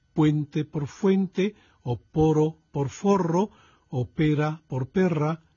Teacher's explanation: como los hablantes filipinos no tienen ni F ni R en su sistema, los asimilan a su P o a su R respectivamente